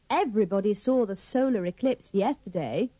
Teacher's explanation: don't pronounce the second E in every